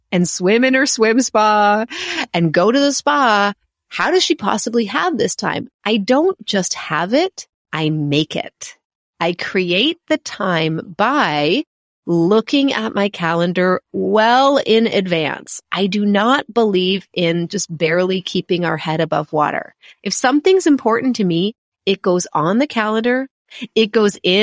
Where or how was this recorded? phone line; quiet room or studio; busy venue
quiet room or studio